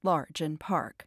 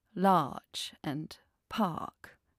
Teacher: Rhotic speakers pronounce the R in words like large and park. · Shown in: first take · Non rhotic speakers don't pronounce the R, so they say large and park.